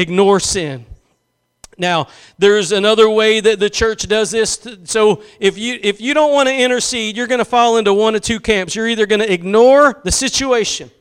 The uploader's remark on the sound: Preached at Gospel Lighthouse in Bossier City, La.